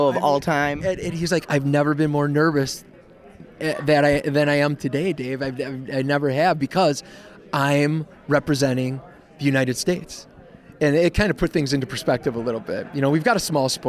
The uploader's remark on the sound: stops by the 2020 Wisconsin Think Tank Water Ski Convention & Expo